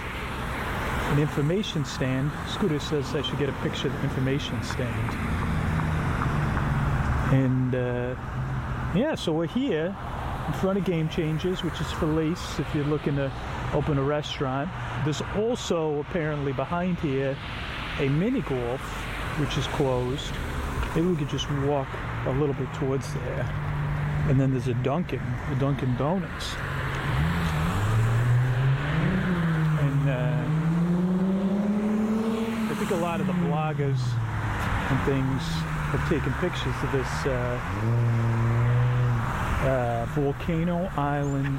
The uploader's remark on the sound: Walking I-Drive. This is on location and full of stereo ambient audio.